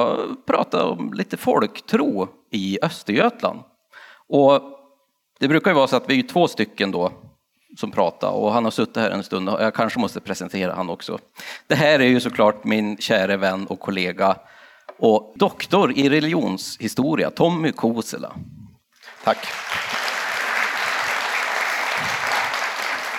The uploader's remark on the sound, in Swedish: LIVE hos Östergötlands museum. Ett stort och varmt tack till alla 250 personer som kom och lyssnade på vårt uppträdande på Östergötlands museum.